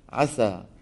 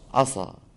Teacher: فعل عسى إذا فخمت سينه شو بيصير؟ عصى